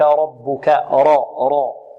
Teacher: الراء هنا مفخمة والباء مرققة